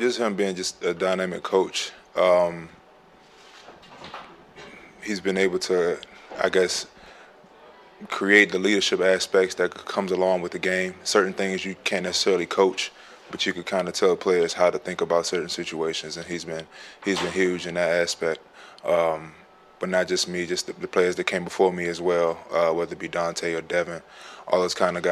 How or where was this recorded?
busy venue